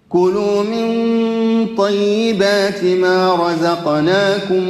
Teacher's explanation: فخم الراء بتاعت رزقناكم، الراء راهي مفخمة